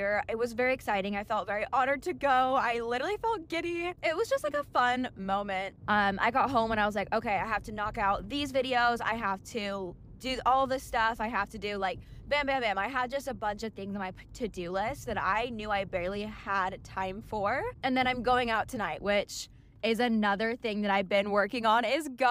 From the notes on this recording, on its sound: This episode is a bit more chaotic than usual, I just picked up and started talking as I was driving to the gym.